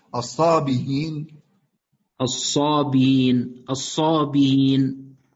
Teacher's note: لأنها همزة مكسورة اللي هو الوجه القياسي، أنها همزة مكسورة وقبلها حرف مكسور فتأتي بالتسهيل